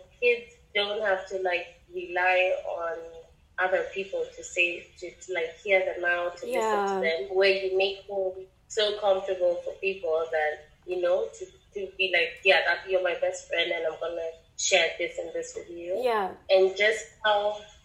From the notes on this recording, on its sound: Apologies for the sound quality on this episode, please bare with us.